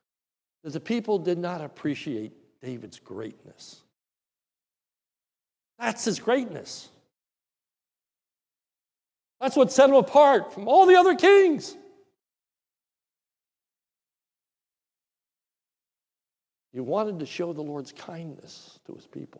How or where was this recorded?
large echoing room